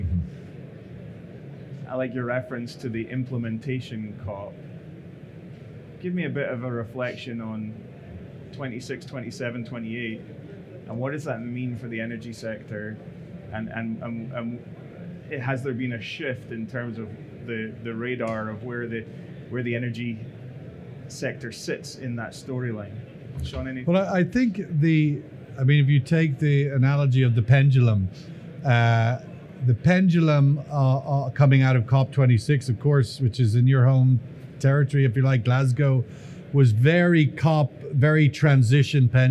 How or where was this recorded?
busy venue